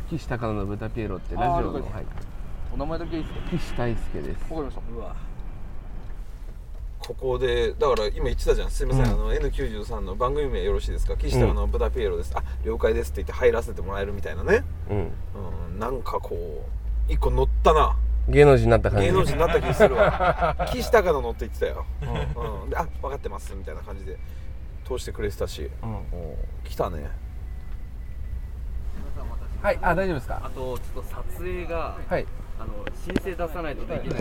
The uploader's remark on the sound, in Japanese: せっかくなので、以前の収録場所“木場”から、ＴＢＳラジオがある“赤坂”まで向かう車中でも収録することにしました。TBSラジオのスタジオで渾身のタイトルコール。